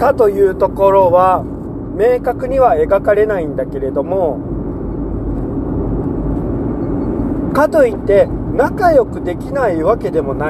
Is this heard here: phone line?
no